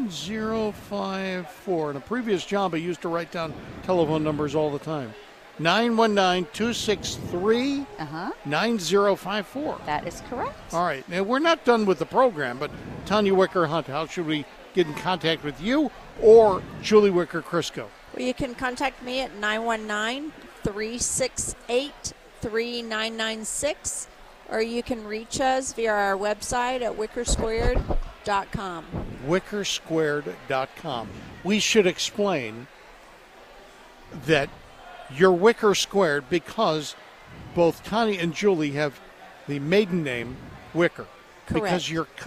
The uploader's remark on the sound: broadcast live from the North Carolina State Farmers Market.